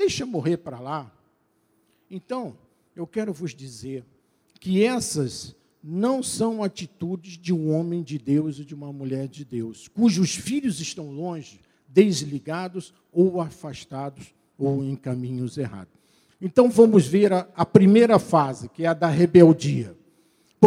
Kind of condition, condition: setting, large echoing room